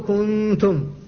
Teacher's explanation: كنتم، فأنت لم تنطق بالنون، لم تحققها في المخرج، فإذا قلت كنتم فقد نحنت، فتبقى منها الغنة فتقول كنتم، فالنون في الواقع ما خرجت من مخرجها، وإنما خرجت الغنة فقط، فهذا الإخفاء. · Term: النون المخفاة